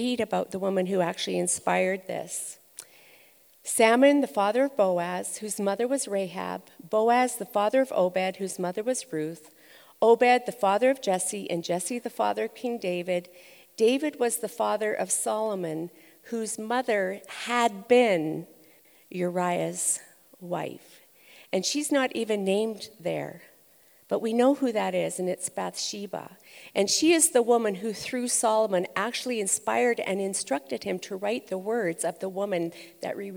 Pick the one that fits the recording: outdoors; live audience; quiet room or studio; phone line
live audience